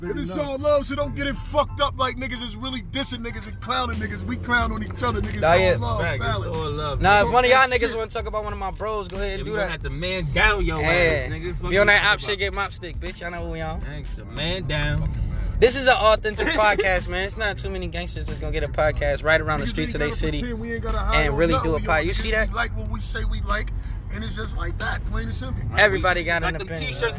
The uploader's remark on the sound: Talking stoned from the streets. Real convo with real people live in the streets.